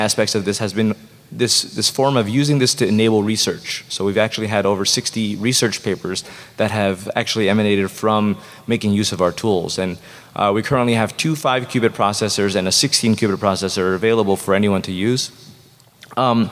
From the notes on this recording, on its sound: In this podcast from from SXSW 2018